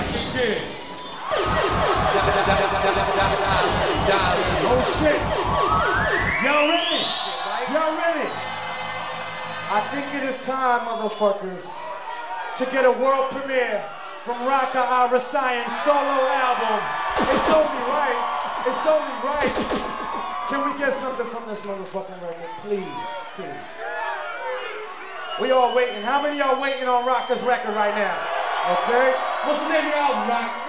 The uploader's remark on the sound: performing live in concert